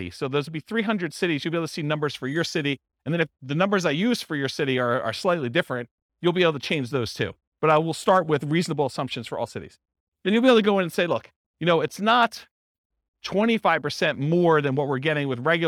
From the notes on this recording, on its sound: This was a live class recorded